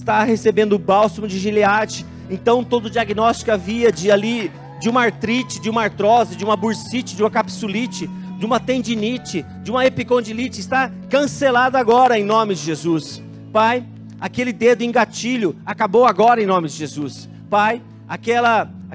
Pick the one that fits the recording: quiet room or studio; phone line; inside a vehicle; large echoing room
large echoing room